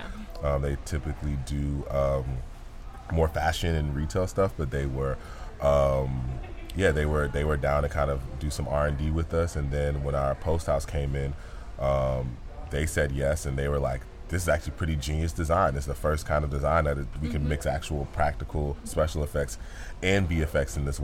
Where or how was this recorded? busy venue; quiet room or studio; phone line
busy venue